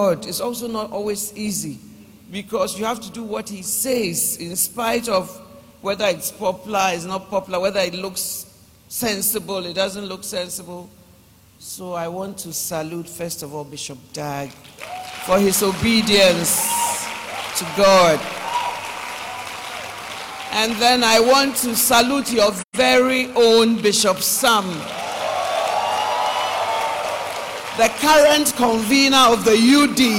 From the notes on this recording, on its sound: Preached at Loyalty House International, Accra Ghana